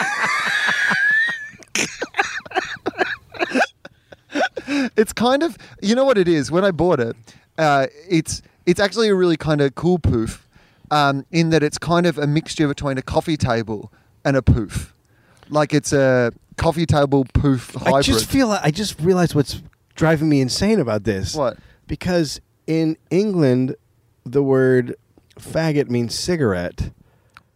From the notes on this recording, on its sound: On the roof. The sweet sounds of LA at night.